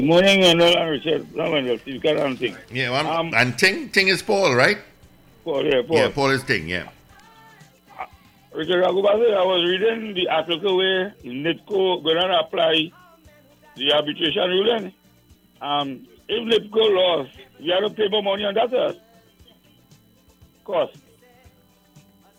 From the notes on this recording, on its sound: we take more calls from the audience